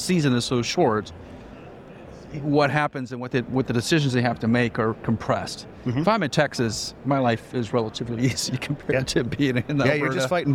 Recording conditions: busy venue